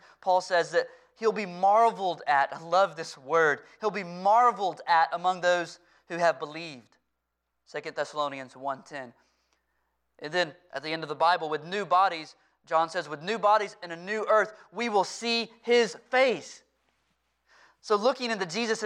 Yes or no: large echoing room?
yes